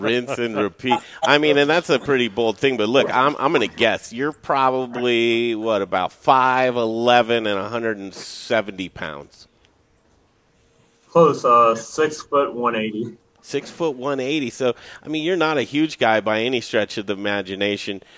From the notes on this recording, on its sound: We're live from Grays Coors Tavern in Pueblo